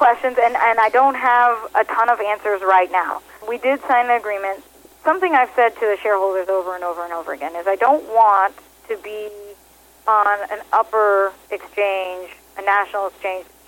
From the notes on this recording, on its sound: called in to SmallCapVoice.